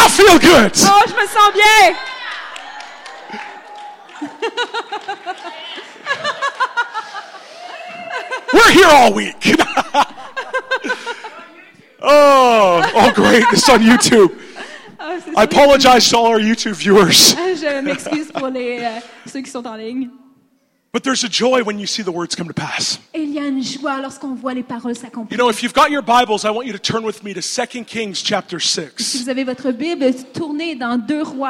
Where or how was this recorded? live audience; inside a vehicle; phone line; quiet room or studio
live audience